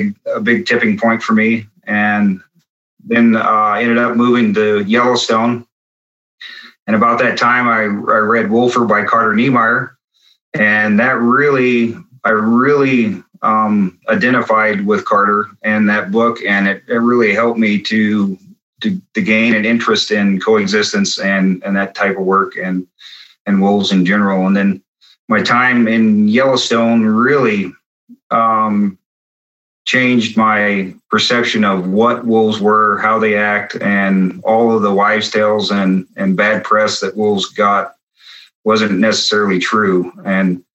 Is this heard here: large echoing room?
no